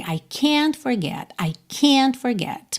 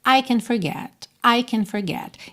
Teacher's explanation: se fosse afirmativa, o I e o forget seriam mais fortes do que o can · Shown in: second take